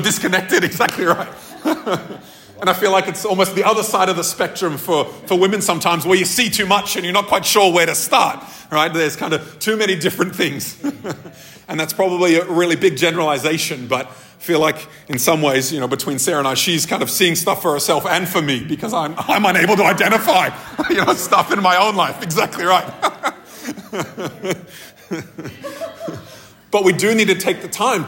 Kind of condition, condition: setting, live audience